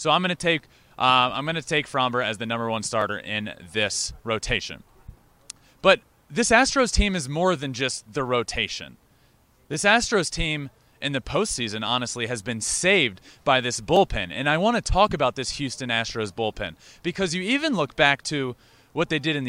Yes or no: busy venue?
yes